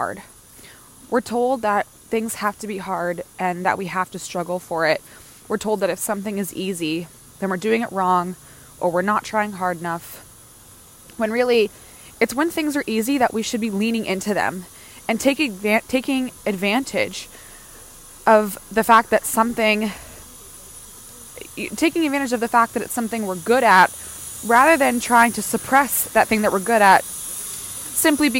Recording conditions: outdoors